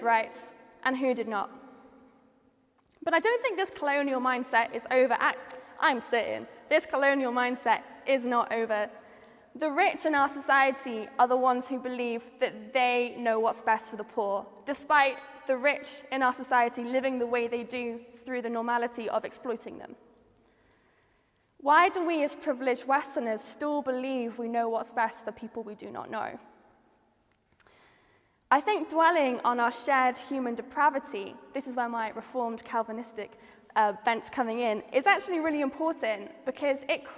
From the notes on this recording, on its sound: Features talks from the final of the Theology Slam 2022, which took place on 27 September in St Edmund Roundhay, in Leeds, as part of the HeartEdge conference “Humbler Church, Bigger God”.